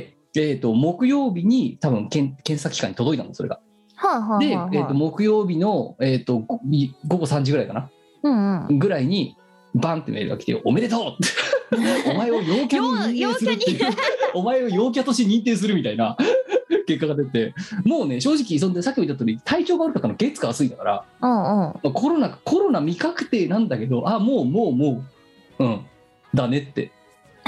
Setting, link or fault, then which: link, video call